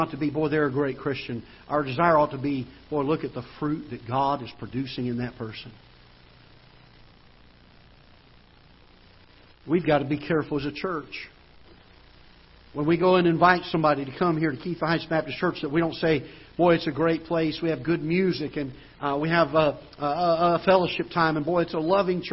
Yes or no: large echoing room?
yes